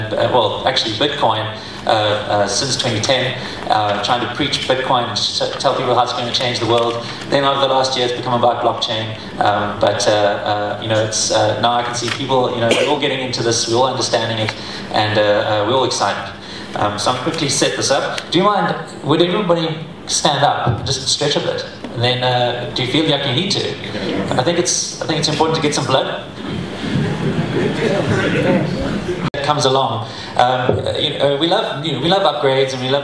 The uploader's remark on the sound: speaking at the first Steemit Saturday conference in Johannesburg, South Africa - October 2016